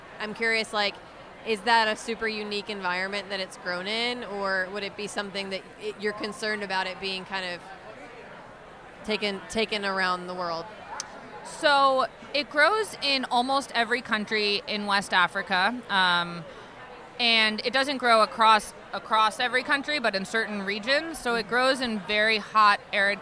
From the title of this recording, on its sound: at the Good Food Mercantile 2020